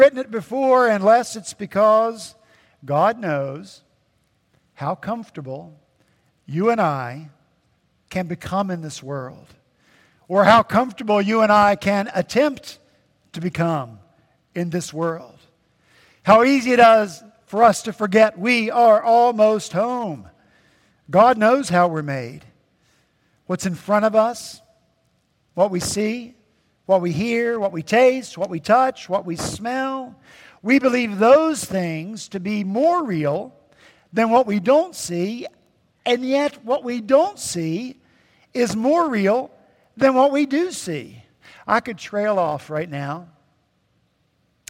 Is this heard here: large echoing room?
yes